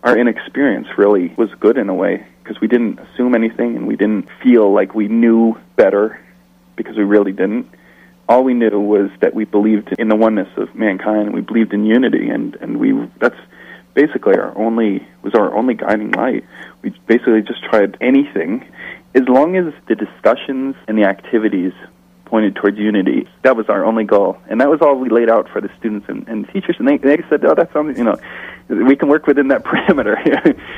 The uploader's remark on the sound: In this second telephone interview.